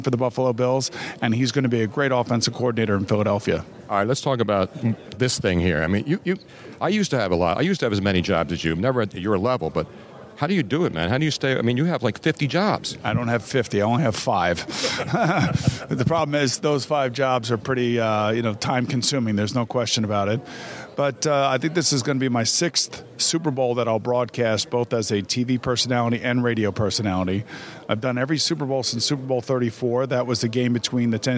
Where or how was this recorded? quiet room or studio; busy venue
busy venue